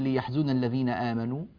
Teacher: لاحظي أن آ حركتان، نو حركتان زيها تماما مش أطول منها